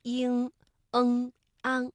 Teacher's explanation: 当时看白玉的一个整体的一个结构，他把这个想象成是玉做的彩虹，不管是金鳌还是玉洞，它其实整体这个桥呢体现的都是一个仙境的意境。嗯，那这座桥它其实跟历史上是有一定的差别的，所以我们现在看到的这个大桥，它呢其实是把真正的古桥藏在了里边。林徽因特别中意呢一座嘅大桥，喺北海公园当中，佢动情咁样啦，记录低咗自己第一次走上大桥嘅感觉吓。咁啊，望见啦隔水嘅景物，呢一个嘅画面咧，俾人嘅印象咧系特别深刻嘅。林徽因在北海公园当中写道：北海的布局呢是有着丰富的艺术传统的，它的曲折、有趣、多变化的景物，也就是它最得游人喜爱的因素。那送游中国这个环节呢，我们最后也来和大家一起再回顾一下今天学习的知识要点。我们说因、恩和安呢是前鼻韵尾，气流是从鼻子的前方出来的，而像应、恩、昂是后鼻韵尾，感觉到气流是从鼻子后方脑中央的位置发出来的